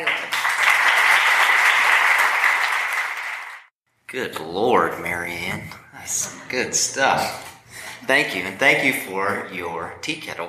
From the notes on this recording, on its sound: Recorded live at the Appalachian Writers' Workshop at the Hindman Settlement School in Hindman, Ky.